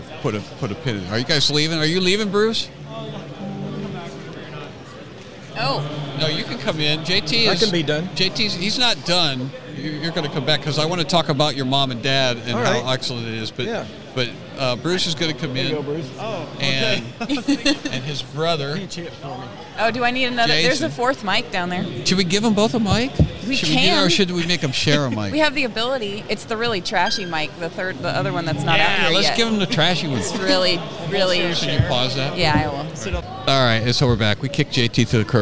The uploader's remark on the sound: TCND Recording at the FLF Conference 2022. There's a lot of activity at the Fight, Laugh, Feast Conference!